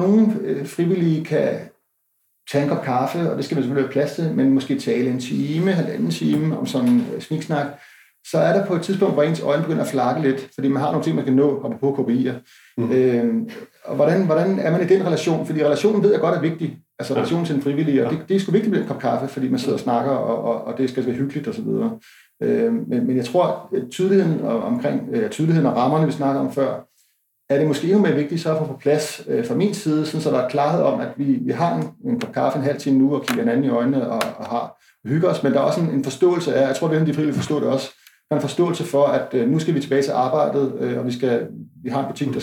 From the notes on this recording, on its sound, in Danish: Lydkvaliteten på dette afsnit er grundet øget coronaafstand desværre ikke i top.